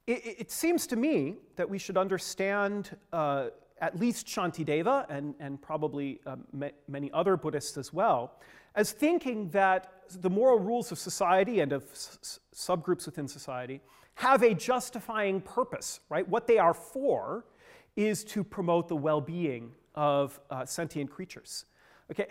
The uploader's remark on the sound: Gives the sixth talk in the New Madhyamaka workshop. Funded by the Templeton Foundation, took place in Oxford on 20th and 21st April 2015.